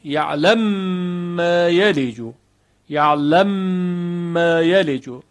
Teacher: خب اینجا میم اول انتهای کلمه یعلمو متحرک است، ما قبلش هم متحرک یعلمو، و میم بعدی ما یلجو، اینجا ادغام میشود